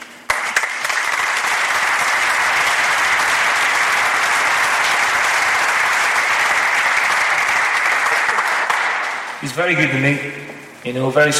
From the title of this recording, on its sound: Live: The Q &